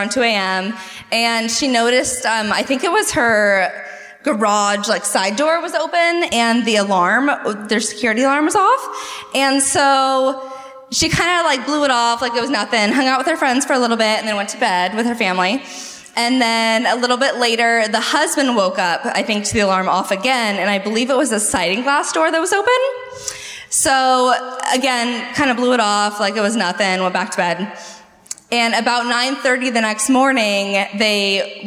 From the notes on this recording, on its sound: Live at the Civic Theatre in San Diego, CA.